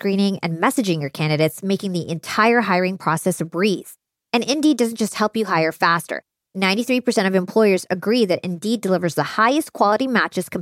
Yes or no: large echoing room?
no